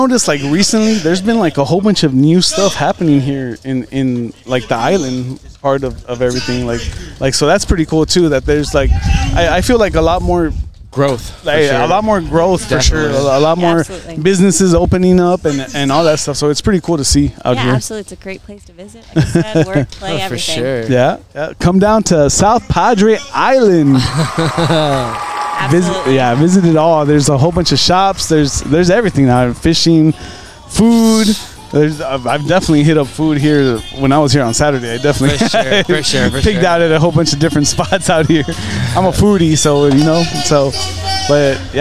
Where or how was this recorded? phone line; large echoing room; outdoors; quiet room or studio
outdoors